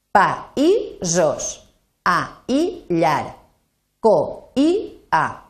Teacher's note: no fan diftong, sinó que tenen una síl·laba pròpia